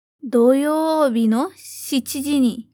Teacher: Só toma cuidado aqui no yo, né, de doyoubi, que é longo.